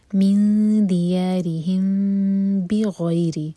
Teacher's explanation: من دیارہم، ری باریک، اور میم ایم ٹی ہے، اس کے بعد ہے با، تو یہاں پر ہم کریں گے اخفاء شفوی، ہونٹوں کو ٹائٹ بند نہیں کریں گے اور میم پر ٹائم دیں گے